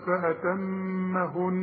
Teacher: أنت لاحظت إن أنا اتكيت على الميم وطلعتها، شوف غنيتها